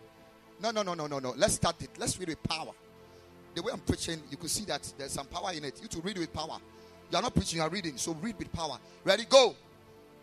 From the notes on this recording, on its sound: Preached at Ekklesia Chapel